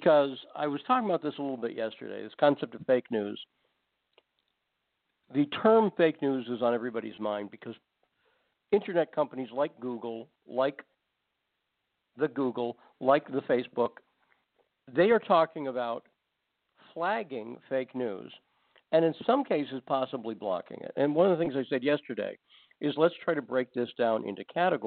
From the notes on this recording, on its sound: Takes your phone calls.